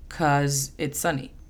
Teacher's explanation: Se elimina el be al principio de la palabra. Entonces, en lugar de decir because, dicen cause.